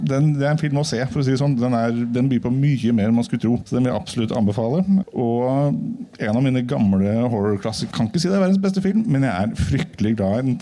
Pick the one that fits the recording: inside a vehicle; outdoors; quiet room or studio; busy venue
busy venue